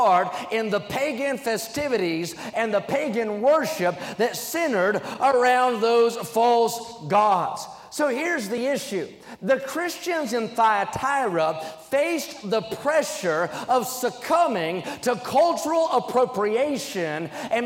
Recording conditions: large echoing room